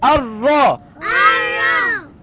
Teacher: لام شمسية مدغمة في الراء المفتوحة، مدغمة في الراء المفتوحة.